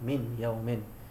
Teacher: Tapi tak ada dengung. Tak ada dengung dua harkat lah di sini. · Term: izhar